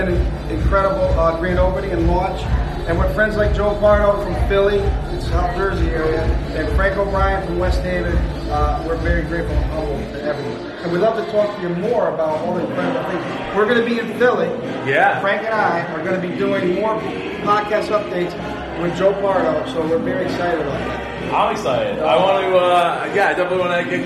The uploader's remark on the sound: After hanging out at the party for a while and around the beautiful resort we decided to record a quick teaser